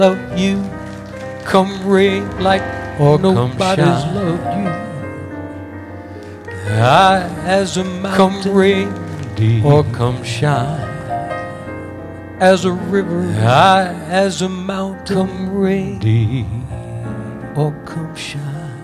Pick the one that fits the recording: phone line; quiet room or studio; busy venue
busy venue